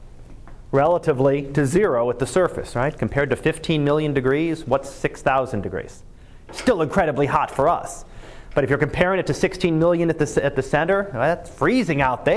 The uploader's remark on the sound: Live Class Lecture